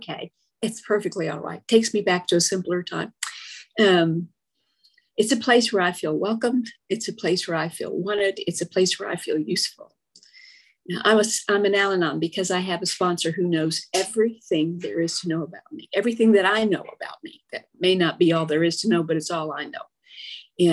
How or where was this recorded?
video call